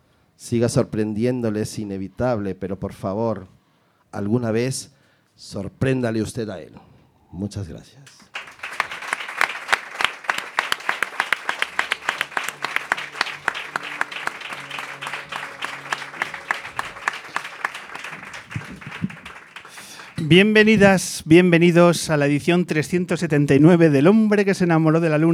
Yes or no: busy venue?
yes